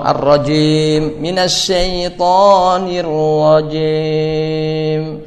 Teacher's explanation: Dan jim dengan imalah kubra